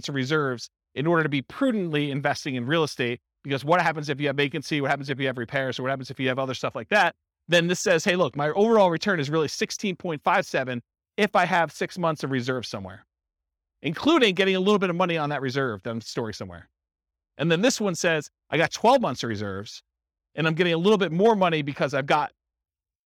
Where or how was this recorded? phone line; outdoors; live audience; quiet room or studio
live audience